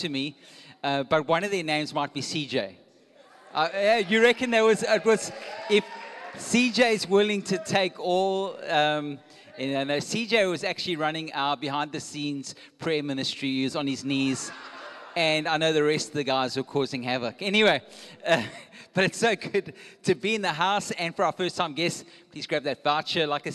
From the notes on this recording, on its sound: Recorded live on Sunday the 9th October 2022